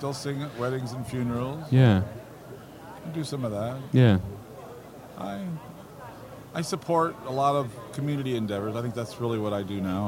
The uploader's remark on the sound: IEC Convention & Expo 2018 Special. This interview was recorded like from the Expo floor live!